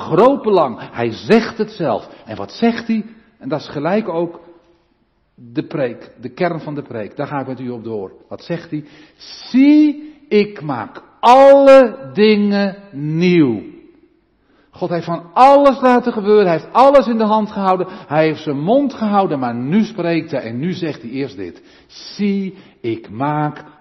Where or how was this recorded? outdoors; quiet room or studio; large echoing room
large echoing room